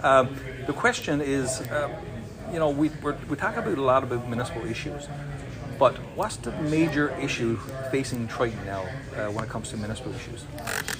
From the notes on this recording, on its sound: Brought to you from the 2022 MNL Conference in the Town of Gander, NL.